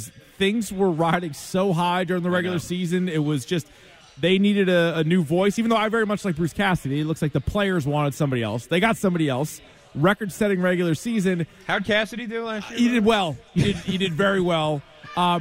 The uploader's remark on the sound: Remote broadcast outside the TD Garden as we're all ready for the Bruins Opening Night ceremony and game.